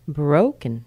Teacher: Notice how I almost dwell on the bro, but the kun is so small.